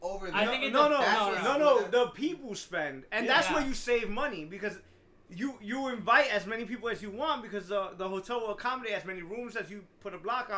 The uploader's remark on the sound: SORRY FOR THE POOR AUDIO BUT WE HAD TOO MANY PEOPLE AND NOT ENOUGH MICS.